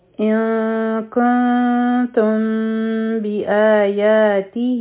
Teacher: اوله دی إِن، حمزه او نون به یوځی شي، او چونکه مخکې کاف را روان دی، نو دلته کې به مونږه اخفا کو، نو د نون آواز به پټوو